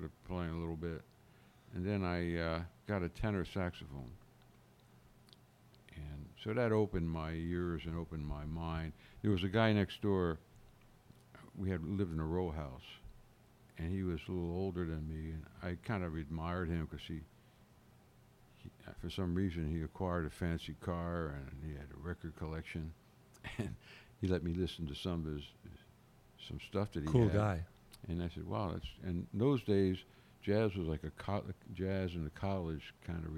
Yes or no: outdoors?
yes